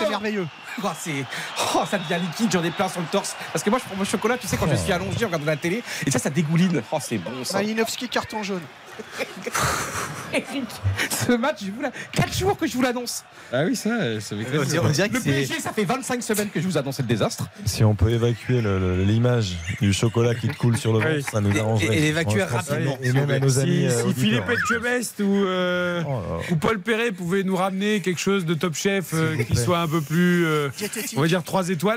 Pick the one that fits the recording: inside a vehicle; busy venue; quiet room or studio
busy venue